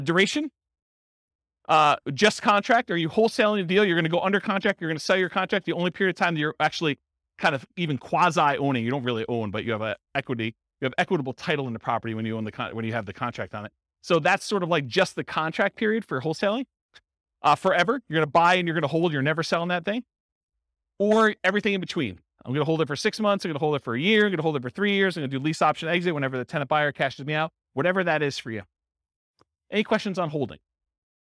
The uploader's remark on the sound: Real estate entrepreneurs in Cedar Rapids, Iowa. This was a live class recorded.